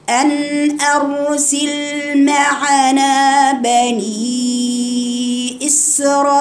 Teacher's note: همزة من أقصى الحلق. أن أرسل معنا بني أربع حركات إسرائيل.